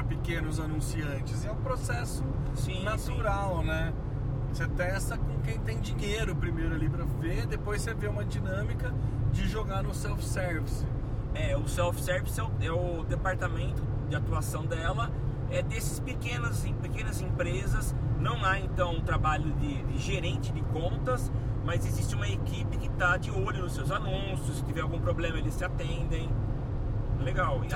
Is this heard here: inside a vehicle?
yes